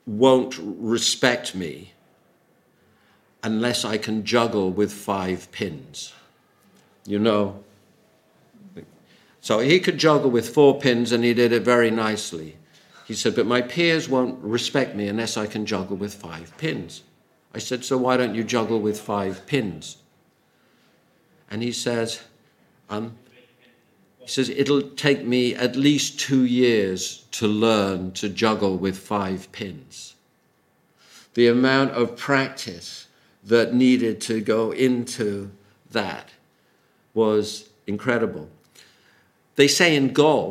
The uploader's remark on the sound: Audio from a sermon in Hatch End